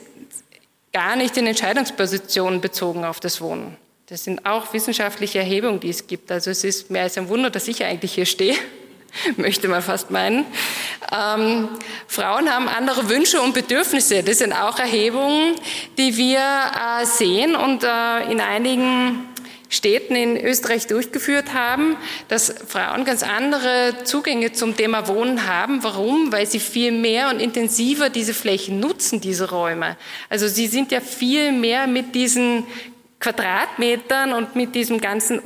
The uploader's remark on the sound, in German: Die Aufzeichnungen dazu entstehen bei den Live-Veranstaltungen zur Direktwahl. Heute gibt es eine spannende Keynote.